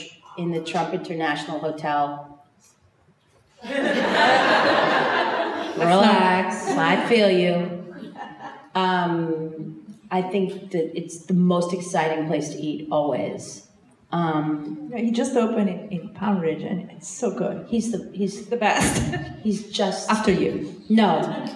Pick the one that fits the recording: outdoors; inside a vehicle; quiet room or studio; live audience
live audience